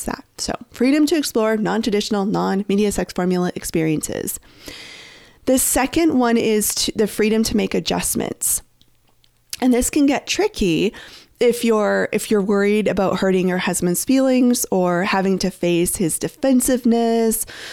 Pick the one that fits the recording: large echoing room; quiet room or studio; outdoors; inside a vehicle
quiet room or studio